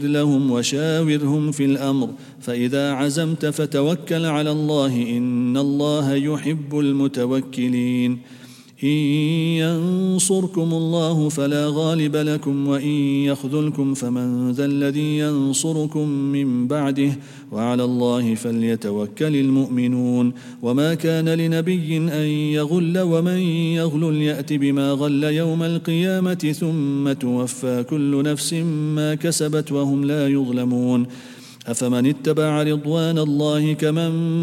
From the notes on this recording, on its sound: at the Houghton Masjid (West Street)